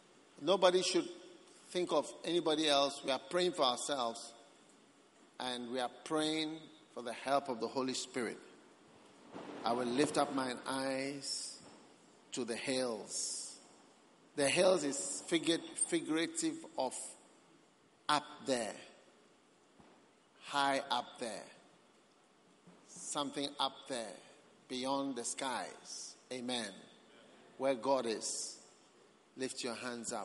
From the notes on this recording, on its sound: Preached at the Prophetic Encounter Service.